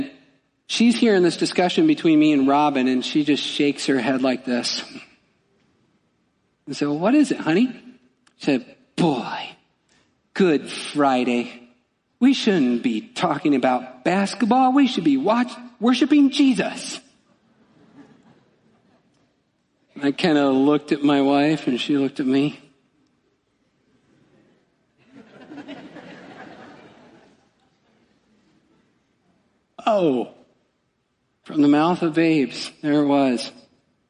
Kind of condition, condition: setting, large echoing room